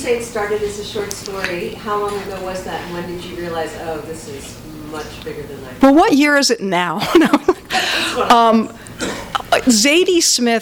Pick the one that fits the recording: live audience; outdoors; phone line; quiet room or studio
live audience